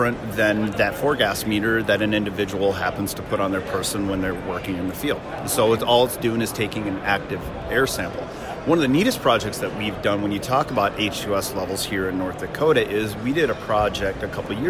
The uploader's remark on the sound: The interview was conducted at the Williston Basin Petroleum